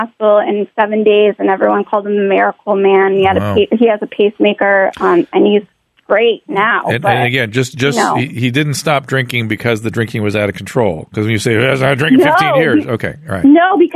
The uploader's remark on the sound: opens up the phone lines and takes calls from listeners